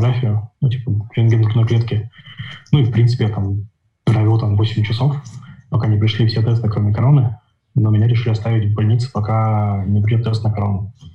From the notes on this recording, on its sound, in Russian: Напортачил со звуком.